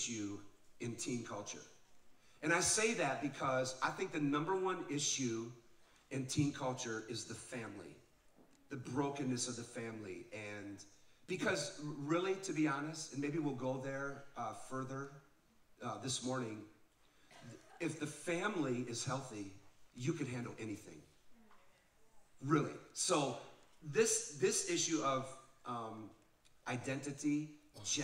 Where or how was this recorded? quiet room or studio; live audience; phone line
live audience